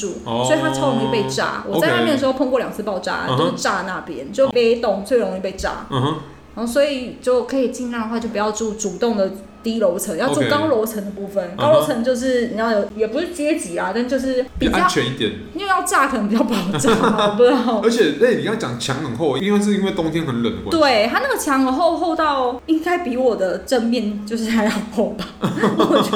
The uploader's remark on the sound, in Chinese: 本集白噪音指數：蚊風級 1/5。錄音地點：某某咖啡 - MOMO Coffee Bistro。